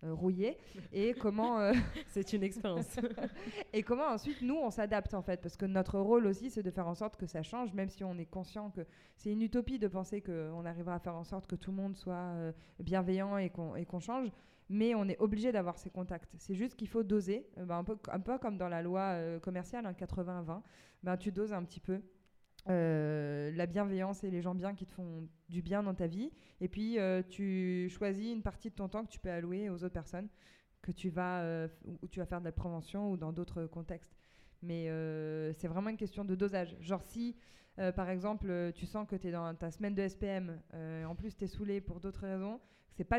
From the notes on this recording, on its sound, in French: Cet épisode a été enregistré en public, lors du festival "Sans Oui C'est Non" en octobre 2022 à Strasbourg.